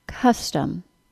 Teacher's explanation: The first syllable is stressed in the word custom, and the sound is a short U sound. The second syllable is reduced in the word custom. The reduced vowel sound is said for much less time than the stressed syllable and is often also not as loud or at as high of a pitch. · Term: schwa and short u · IPA: /ˈkʌs təm/